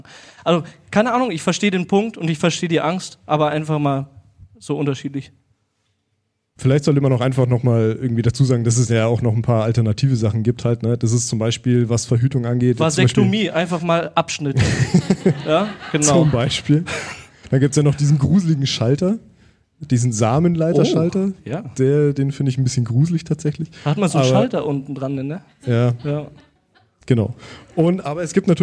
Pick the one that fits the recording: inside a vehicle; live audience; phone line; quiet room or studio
live audience